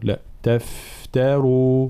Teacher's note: حرف الفاء حرف رخو، طبعا إضافة إلى ترقيقه وهمسه، هو حرف فيه رخاوة فلا بد حال سكونه أن نعطيه حقه من الرخاوة